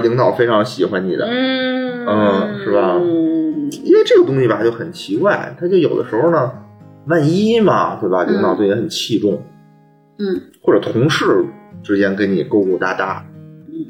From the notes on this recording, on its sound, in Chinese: 本期为视频节目。这是我们用摄像头直接录制的，声音质量着实堪忧。